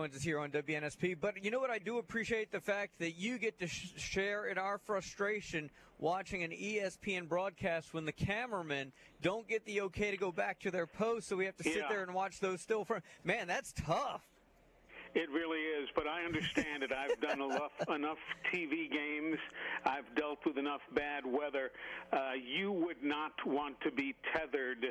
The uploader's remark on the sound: High School Gameday at Mary G. Montgomery. LIVE from MGM before their Thursday night game against Alma Bryant!